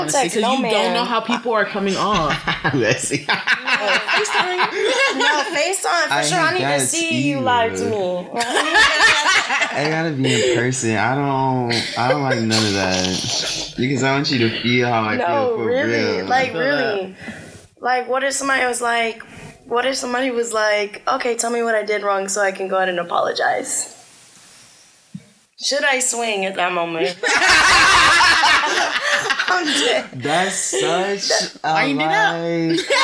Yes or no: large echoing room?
no